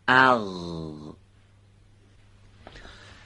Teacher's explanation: حرف دوم به صورت درشت و سایشی از انتهای حلق به تلفظ در میاد · Term: حرف غین